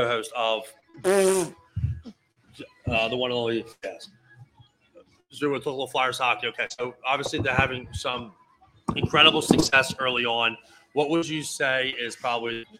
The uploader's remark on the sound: live at the big Halloween event